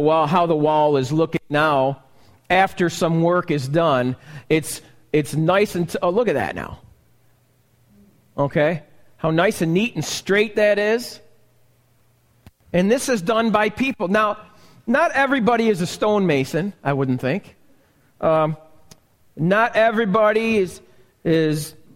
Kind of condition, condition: setting, large echoing room